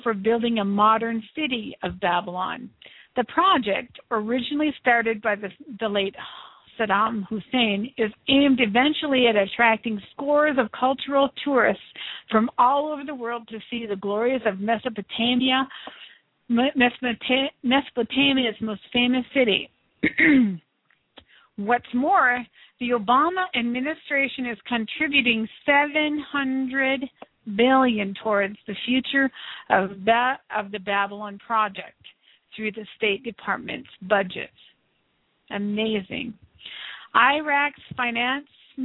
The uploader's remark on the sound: This show is the FIRST LIVE CALL-IN SHOW.